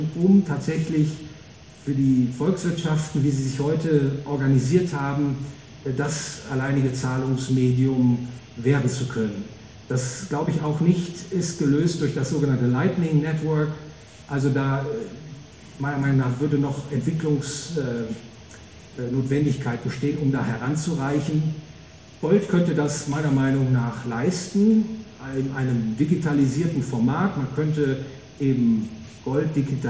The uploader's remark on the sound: Gehalten auf der "World of Value". Frankfurt a.